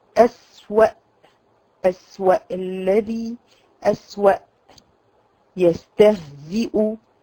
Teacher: تخرج من قطاع صوت وانقطاع نفس أي بكيفية الصوت الشديد المجهور. لما هناخد في الصفات هنعرف يعني ايه شديد ويعني ايه مجهور، بس مبدئيا هو انقطاع صوت وانقطاع نفس، خلاص.